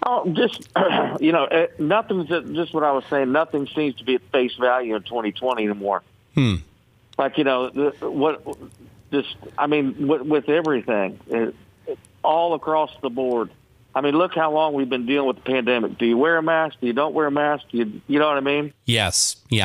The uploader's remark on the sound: called into the show this morning